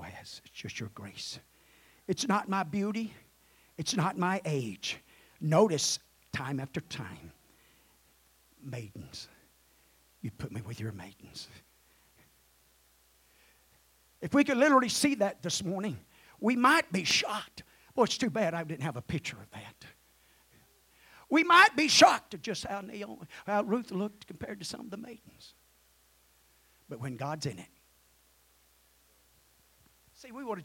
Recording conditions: large echoing room